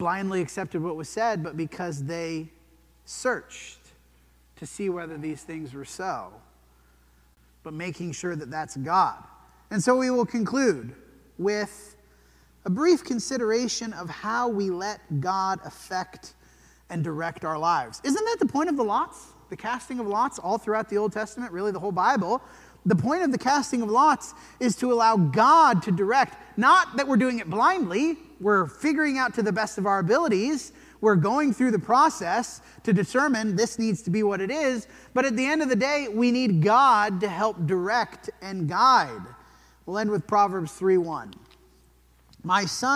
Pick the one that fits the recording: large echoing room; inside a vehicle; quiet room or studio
large echoing room